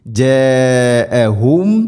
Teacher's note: മണിക്കണം جاءهم മദ് മുത്തസിൽ മദ്ദിന്റെ അക്ഷരമായ അലിഫിന് ശേഷം ഹംസ അതേ പദത്തിലാണുള്ളത് നിർബന്ധമായിട്ടും നാലോ അഞ്ചോ ഹർക്കത്തിൻ്റെ ഖദറിൽ നീട്ടണം